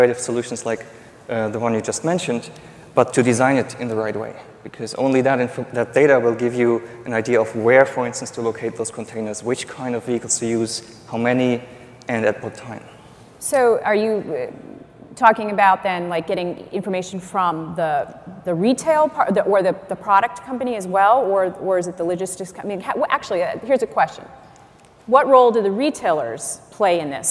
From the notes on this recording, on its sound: The best of live interviews from GreenBiz events.